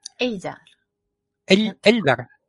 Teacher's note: la L se palatalizaba después de E o I en determinadas posiciones. Eso quiere decir que para decir Eldar, por ejemplo, si se puede interpretar literalmente, sería más bien algo así como Eldar, con una L.